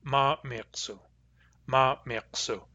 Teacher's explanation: Glottalized resonants have what sounds like a glottal stop before them.